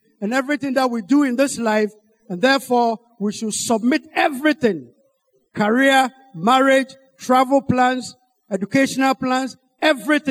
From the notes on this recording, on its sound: Sermon preached at CBC Adabraka Campus.